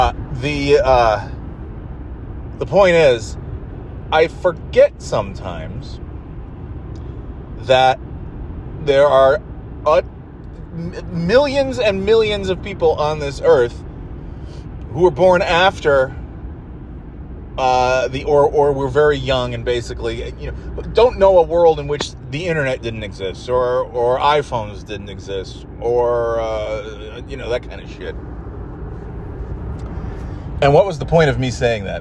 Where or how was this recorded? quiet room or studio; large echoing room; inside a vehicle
inside a vehicle